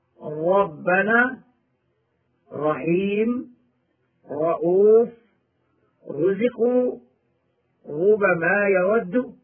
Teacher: متحركة وإما ساكنة، والمتحركة إما متحركة بالفتح أو بالضم أو بالكسر، فإن كانت مفتوحة أو مضمومة وجب تفخيمها في هاتين الحالتين من رواية حفص ومن وافقها